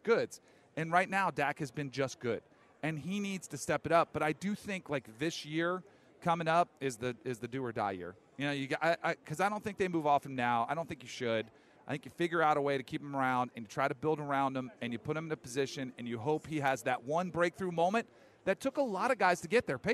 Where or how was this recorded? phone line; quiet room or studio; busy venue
busy venue